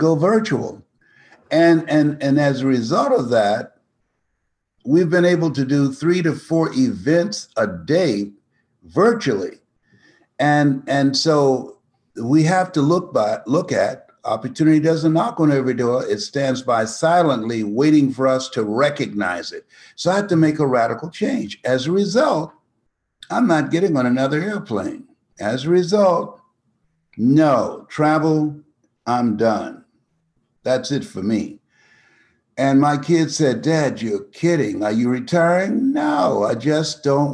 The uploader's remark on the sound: joined me on a webinar